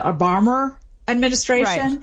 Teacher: And so that rule gets over applied to cases where it's possible there could have been an R, even though there actually wasn't. And so Obama and administration, you have an O and then an A. And so it's kind of inserted there as if there were an R, because it's sort of misanalyzed as having one. · Term: linking R